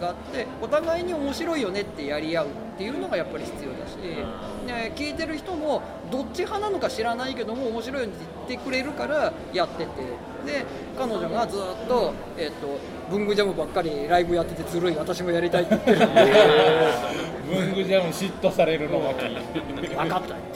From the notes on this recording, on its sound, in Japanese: 特別編：FRAT3会場より。今回は特別編として、FRAT3の会場での収録の模様をお届けします。